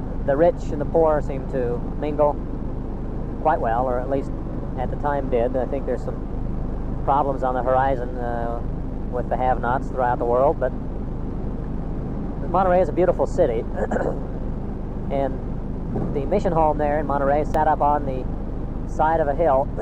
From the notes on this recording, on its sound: Driving to work. Poor audio quality.